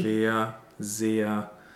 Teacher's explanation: both of these words actually have a long closed E sound, a lowercase E.